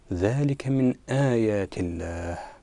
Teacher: وترى الشمس إذا طلعت تزاور عن كهفهم ذات اليمين وإذا غربت تقرضهم ذات الشمال، أيضا تكرر إدغام المتماثلين، تاءين متماثلين، الأول ساكن والثاني متحرك، وهم في فجوة منه ذلك من آيات الله. لماذا رقق اللام في لفظ الجلالة؟ لأن قبله مكسور.